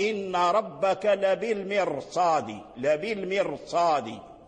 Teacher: القراء قرأوا إن ربك لبالمرصاد، لبالمرصاد، ماشي لبالمرصاد، لا لبالمرصاد، لبالمرصاد، تسكن الراء، تحرص أن لا تكررها لأن تكريرها يؤدي بك إلى راءات كثيرة، ماشي لبالمرصاد، لبالمرصاد، إذا